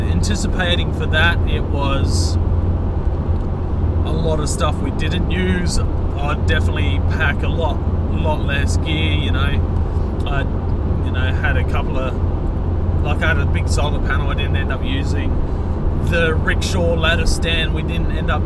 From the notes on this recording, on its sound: As we hit the road, the podcast captures the raw essence of our trip, complete with a touch of road noise that adds to the authenticity of our storytelling.